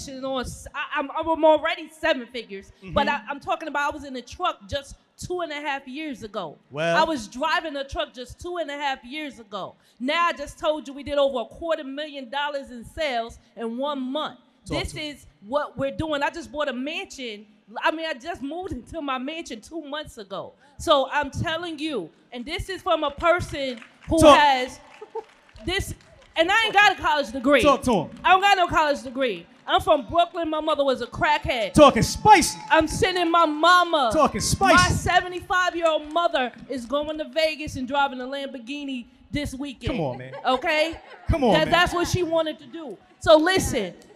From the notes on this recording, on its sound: Live On STAGE! (S.H.E Trucking Expo). We are live from Chattanooga, TN Where Truck N’Hustle was given the honour of hosting a live podcast for the S.H.E Trucking Expo.